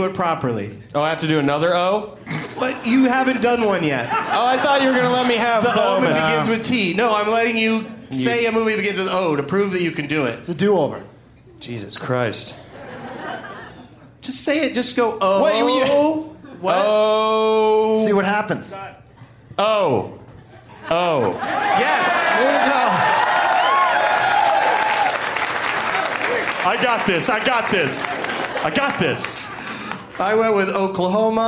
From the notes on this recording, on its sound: Live from Boston's Brighton Music Hall.